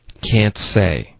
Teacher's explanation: can't 的这个 n 的结尾呢，舌头应该顶上去上颚，发一个 n 的音